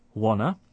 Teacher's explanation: And then in the next two words, want to, we've elided the t sounds of, well, in fact, both of the t sounds have disappeared. So that gives us wanna.